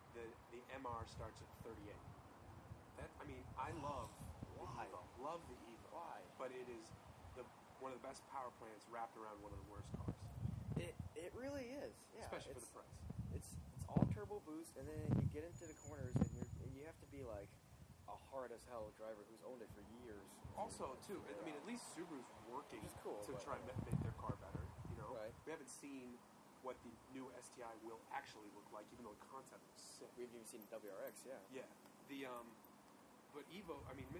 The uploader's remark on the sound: Since we're recording from my back yard, you can hear the delightful ocean breeze, random kids shouting in the background